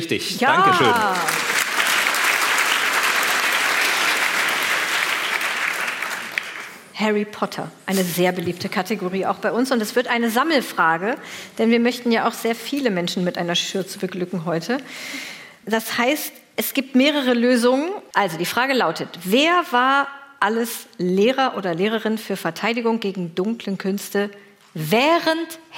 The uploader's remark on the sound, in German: Magische Stimmung im Deutschen Theater Göttingen. Ein Mitschnitt aus dem Deutschen Theater Göttingen. 500 Gäste waren bei der Podcast-Show dabei.